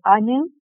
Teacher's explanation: the best way to pronounce my name is emphasis on the A, so Anu, and then my last name, it has a U in there, but I always tell people to ignore it.